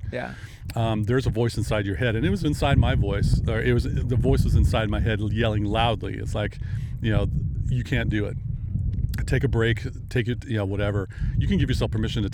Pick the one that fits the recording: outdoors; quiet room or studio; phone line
outdoors